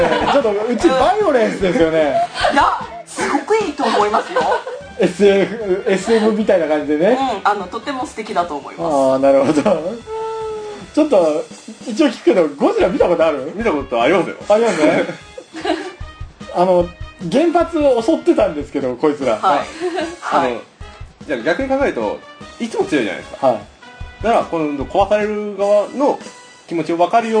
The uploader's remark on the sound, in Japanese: ムービーカメラ収録してますのでノイズが入ってます。